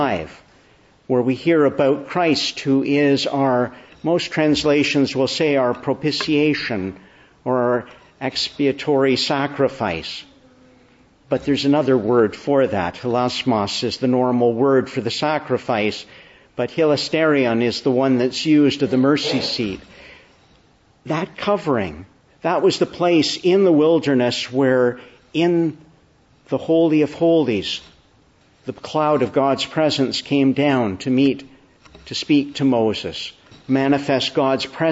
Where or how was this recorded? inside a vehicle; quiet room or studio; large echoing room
large echoing room